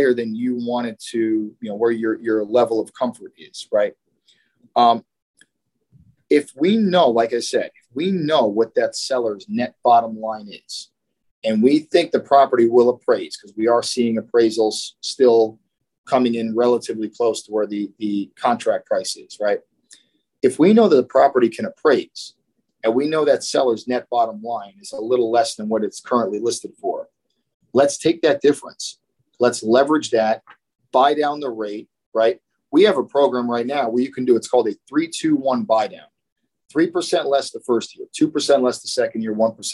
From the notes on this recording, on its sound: in this weeks Zoom call!